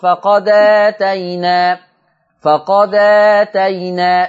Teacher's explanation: شوفوا الهمزة بتاعت آتينا مفتوحة وقبلها دال، أنا بقول قبلها مش بعدها، قبلها دال ساكنة، يبقى هشيل الفتحة بتاعت هشيل الهمزة هشيلها خالص واخد الفتحة بتاعت الهمزة حطها على الدال · Term: نقل حركه الهمزه